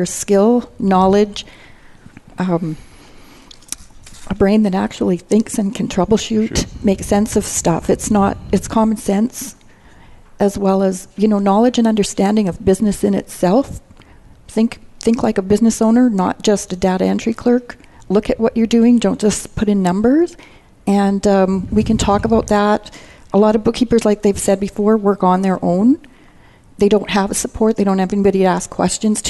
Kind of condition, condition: setting, busy venue